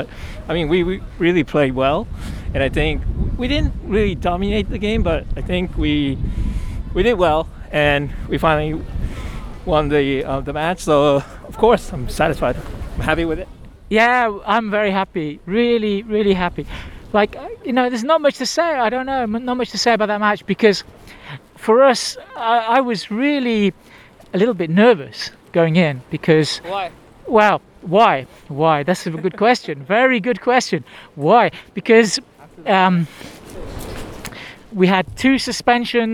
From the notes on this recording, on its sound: Victory over Vissel Kobe while walking out of the stadium.